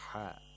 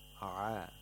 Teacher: عَيْن and حَا have the same place of articulation, the middle of the throat, except عَيْن is voiced while حَا is voiceless. So عين is a lot smoother because it doesn't have بحة.